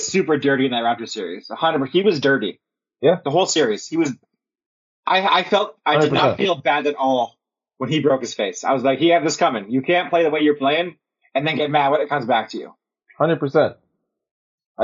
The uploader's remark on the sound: We apologize for any audio issues. We are trying out new software.